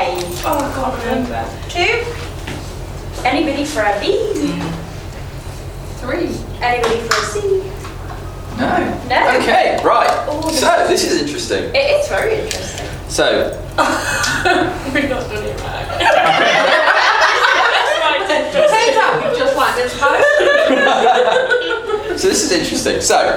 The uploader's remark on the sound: In this live recording of the ninth #UnblindingResearch session